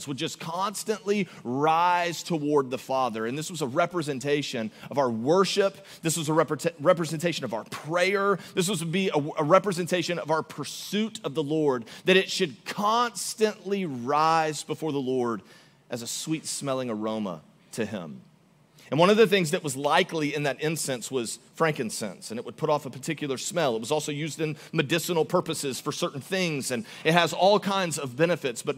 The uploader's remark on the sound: Recorded live on December 17, 2023 at Church On The Rock